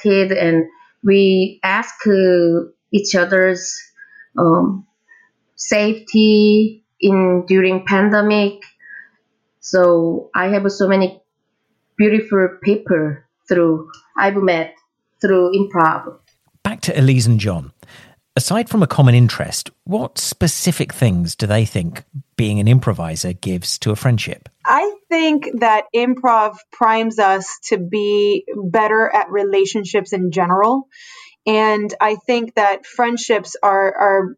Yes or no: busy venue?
no